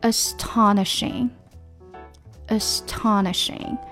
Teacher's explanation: 那第一个 a 呢，没有发这个 a 的短音，而是发了那个变化的元音